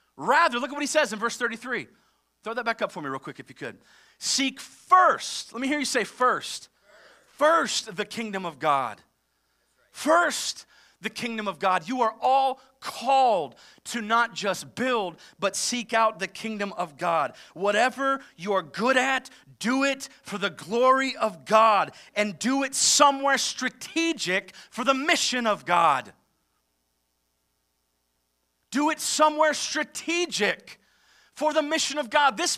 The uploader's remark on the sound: live from Covenant Church!